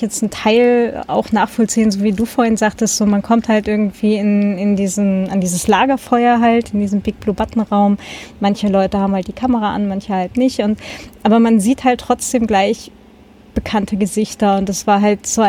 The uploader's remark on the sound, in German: Sendegarten vor Ort - Podstock 2020